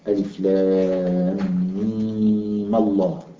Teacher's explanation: فهنا تخلص من التقاء الساكنين بالفتح